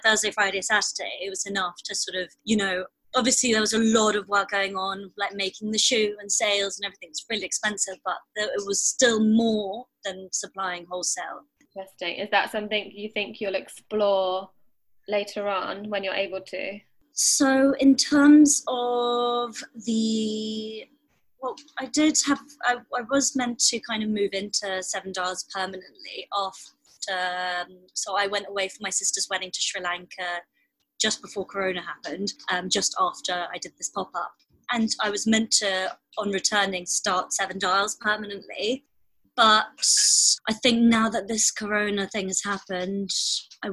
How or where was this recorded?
video call